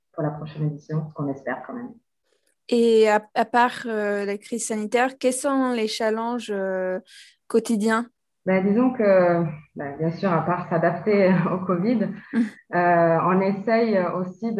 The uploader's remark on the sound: Forgive me for the audio (all done on Zoom).